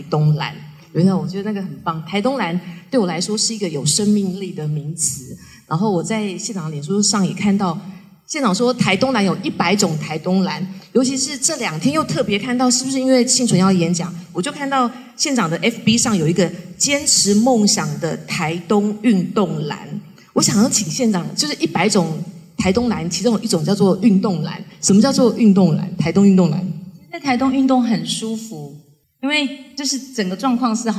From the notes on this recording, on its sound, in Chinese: 現場錄音